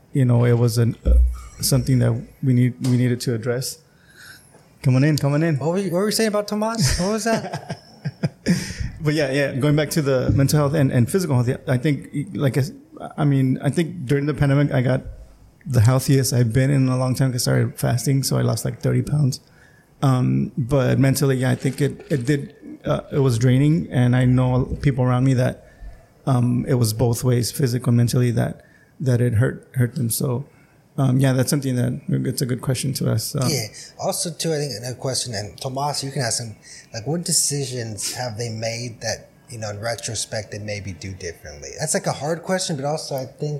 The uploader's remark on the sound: Huge thanks to Calexico Brewing Company for allowing us to record this episode at their tap room!!